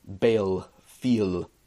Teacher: They kind of add a syllable into that, so it's kind of like adding just a little bit of a half syllable almost · Term: palatalized